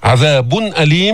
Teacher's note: إظهار التنوين عند الهمزة لأنه الهمزة من حروف الحلق